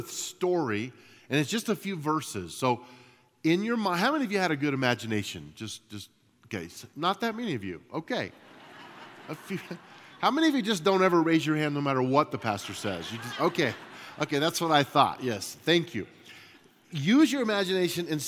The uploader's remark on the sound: At Timberline Church - Audio. Live.